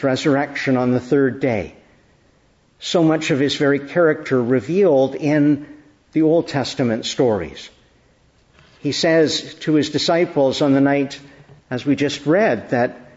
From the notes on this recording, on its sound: Evening Service. Preached in the Annunciation of the Blessed Virgin Mary, Ottawa, at Evening Prayer.